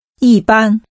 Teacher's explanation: Using falling and high-level tones, say generally or usually.